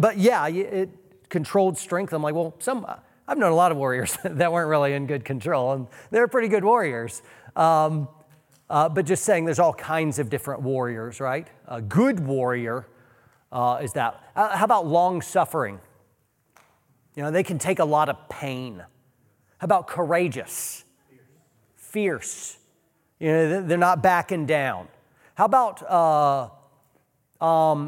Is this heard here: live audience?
yes